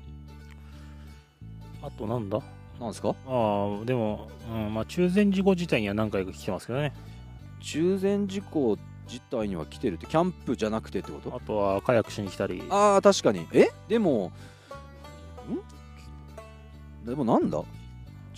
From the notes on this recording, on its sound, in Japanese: 今回は茨城を抜け出して栃木のキャンプ場からお届け！久しぶりのまともなキャンプで気温も涼しく快適な場所での収録。